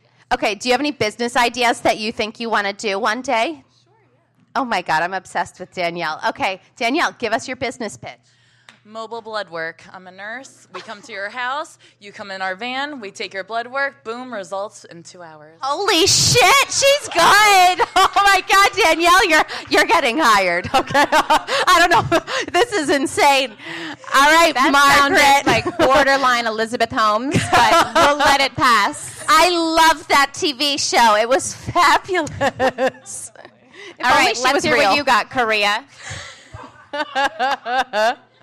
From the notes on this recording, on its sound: Big Wigs Live Show! It's a live show kinda week for the New York Comedy Festival. Thanks again to NYCF, our host Caveat, our segment sponsor Murray's and everyone that came out to the live show and watched the livestream.